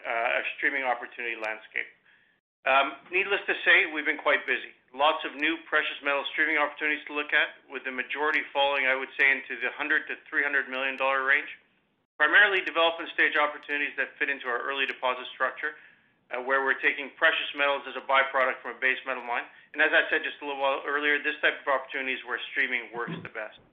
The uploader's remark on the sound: First quarter 2021 earnings call for Wheaton Precious Metals Corp.